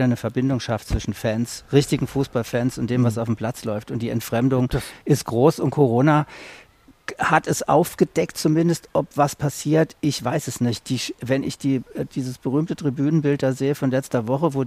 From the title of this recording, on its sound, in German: Ein Fußball-Tribünen-Gespräch